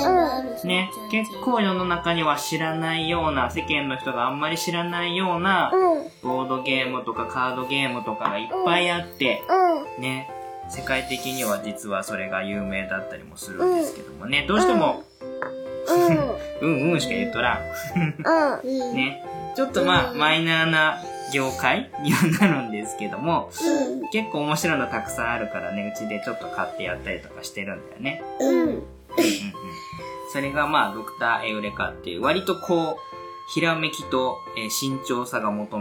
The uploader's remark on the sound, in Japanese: 父と娘の３人で。別録した実際の音源もはさんでいます。本編中、ゲスト２人が発する いろいろな雑音が飛び交います。